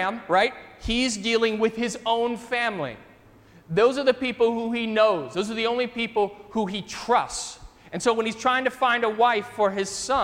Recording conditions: large echoing room